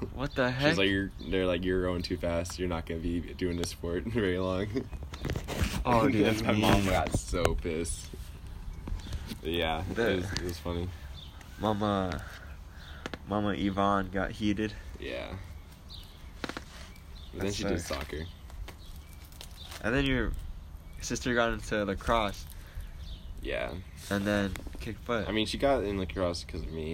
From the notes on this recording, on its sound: Listen as we sit outside. TERRIBLE WIFI.